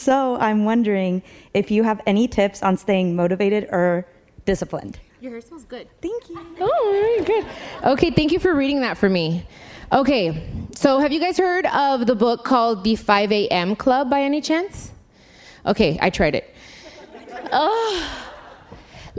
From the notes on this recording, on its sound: In front of a live audience during the My Cultura Anniversary event at the iHeartRadio Theater.